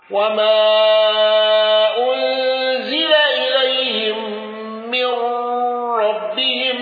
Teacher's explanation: بتوسط المنفصل وسكون ميم الجمع